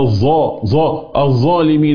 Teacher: لولا الجهر الحبس اللي في الظاء لكانت ثاء